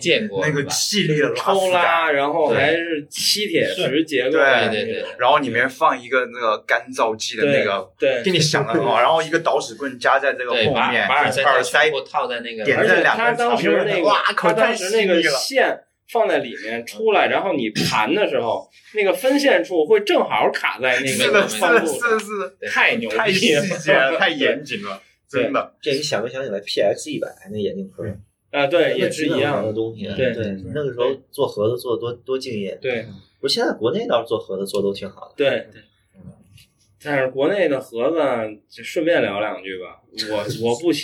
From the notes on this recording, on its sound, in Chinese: 这次来到了成都。打开手机语音备忘录放在听音室凳子上，就有了这一期节目。敌台展会欢聚一堂的节目一向用手机录制，音质不好赖他们。